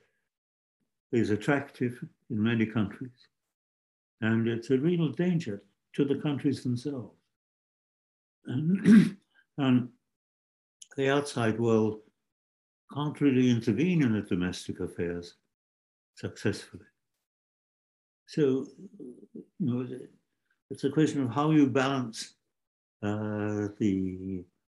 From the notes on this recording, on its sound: Zoom and Facebook Live